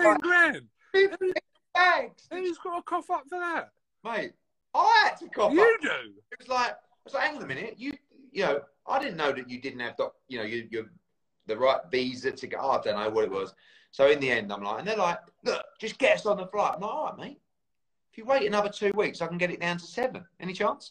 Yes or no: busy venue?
no